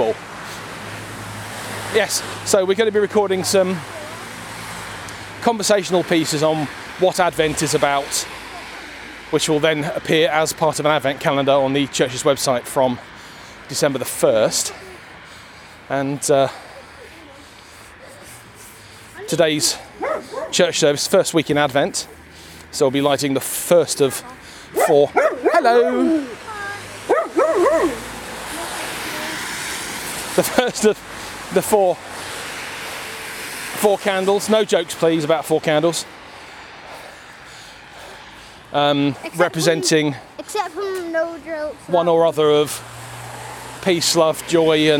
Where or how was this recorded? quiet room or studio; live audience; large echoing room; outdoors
outdoors